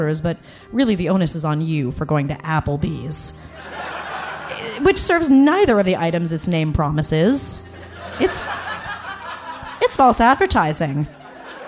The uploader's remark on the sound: Live in LA at Largo.